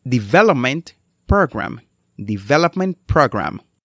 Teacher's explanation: Dado que estas dos palabras forman un sustantivo compuesto, el énfasis principal cae sobre development